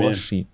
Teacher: بفتح الغين مع تشديد الشين